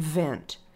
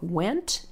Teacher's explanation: The teeth, the upper teeth, need to touch the inside of your low lip. Lots of breath on a V. Not much breath on wuh, wuh, wuh.